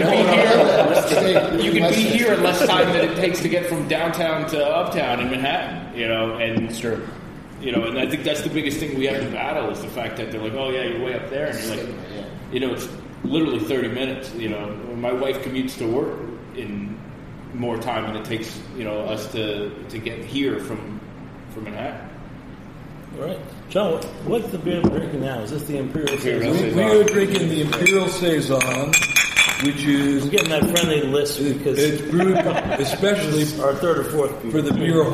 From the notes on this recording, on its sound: on location at Portchester Hall in Westchester